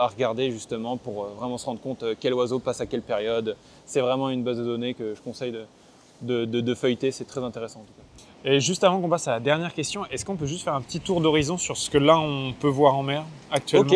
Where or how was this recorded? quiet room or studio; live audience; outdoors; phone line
outdoors